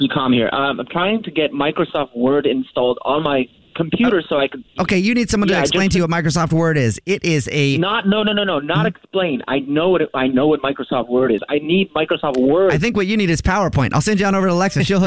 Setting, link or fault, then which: link, phone line